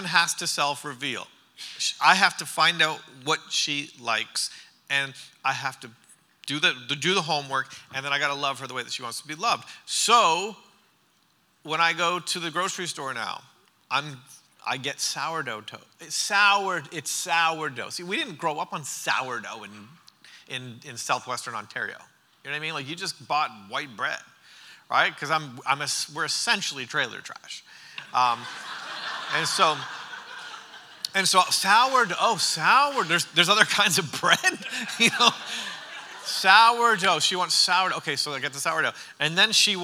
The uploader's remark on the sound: during the Sunday morning service of the Church Conference